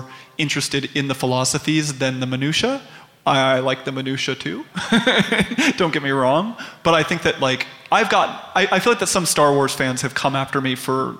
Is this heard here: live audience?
yes